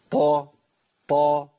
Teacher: ايه اللي يخلي اللسان يرتفع من اقصاه؟ عشان الطاء فيها استعلاء